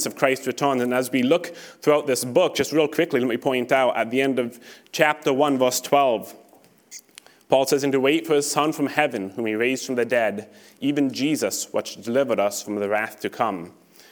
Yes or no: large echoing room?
yes